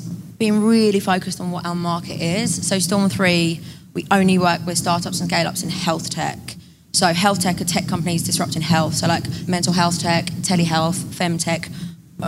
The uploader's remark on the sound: LIVE Podcast in London. We took over 26 Leake Street in Waterloo & here is the brilliant conversation we had at our LIVE podcast event.